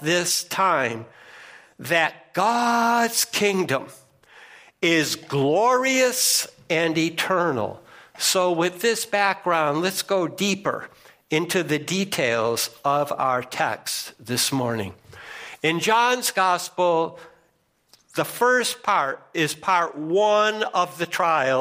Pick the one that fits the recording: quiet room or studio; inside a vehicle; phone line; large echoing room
large echoing room